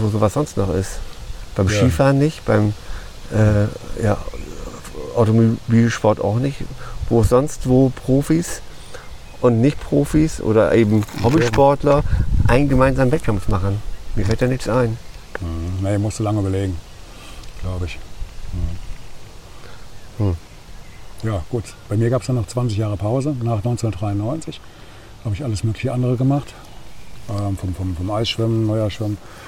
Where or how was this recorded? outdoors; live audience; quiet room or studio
outdoors